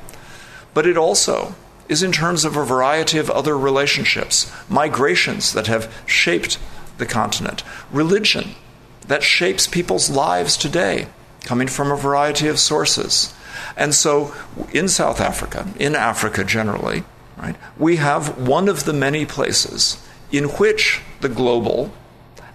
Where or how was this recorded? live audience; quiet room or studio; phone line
live audience